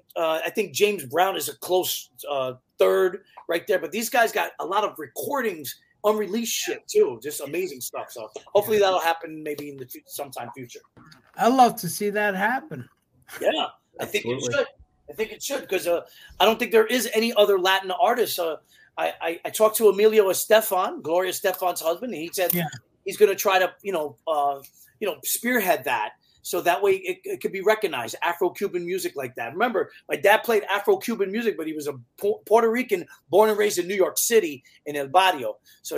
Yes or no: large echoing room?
no